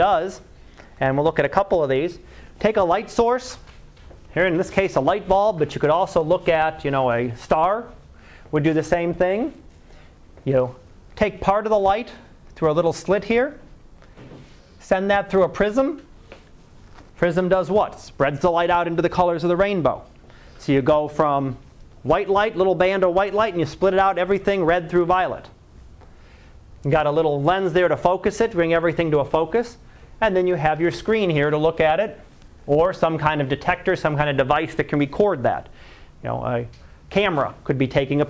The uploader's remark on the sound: Live Class Lecture